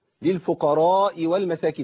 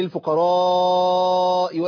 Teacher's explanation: ده مد متصل واجب يعني لا يقل عن 4 حركات · Shown in: second take